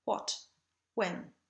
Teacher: It simply means that we form the shape of the U and then let the air escape without voicing it. What, when, as opposed to what and when. · Term: upside down W glide